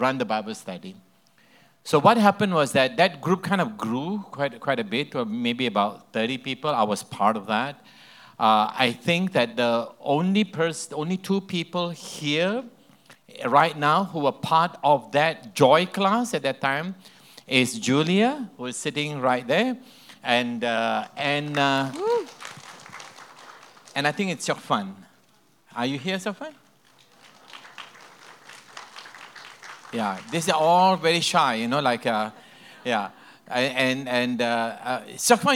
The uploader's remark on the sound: This podcast session was recorded live at Camp Honour.